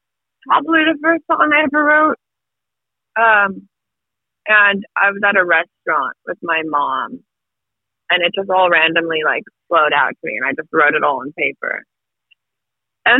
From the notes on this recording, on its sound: While driving through the mountains on the last leg of the bands tour for 2022.